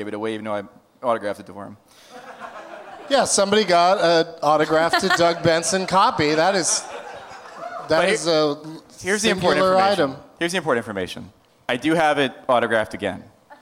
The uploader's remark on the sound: Live from the Gramercy Theatre in New York City.